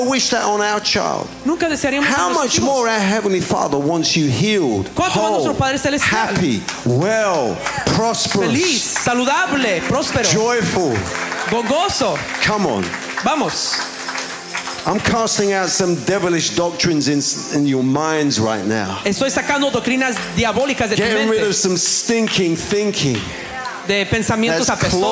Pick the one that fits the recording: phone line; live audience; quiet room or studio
live audience